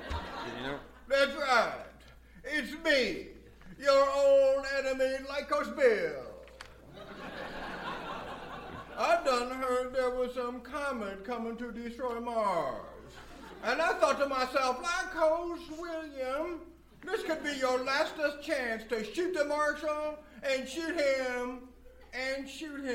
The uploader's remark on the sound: Recorded Live 9/10/2010 at Largo, Los Angeles.